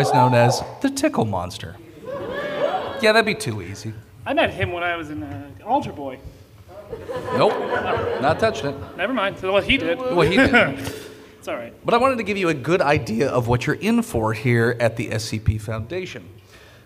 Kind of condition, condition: setting, live audience